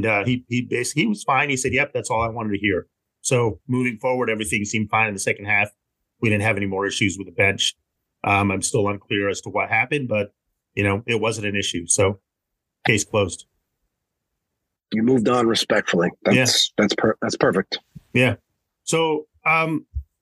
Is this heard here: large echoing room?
no